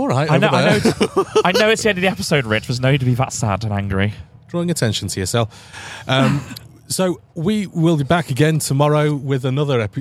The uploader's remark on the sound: We visit Catton Park in Derbyshire to get all the juicy bits from Bloodstock Festival 2023.